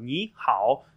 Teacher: So the first is goes up and the second is the third tone.